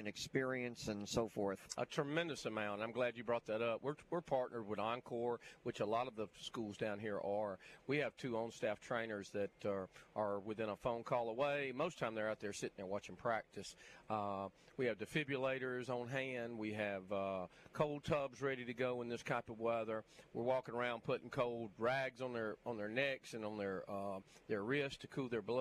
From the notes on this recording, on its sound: High School Gameday #1 at Fairhope. Broadcast LIVE from Fairhope to kick off high school football season!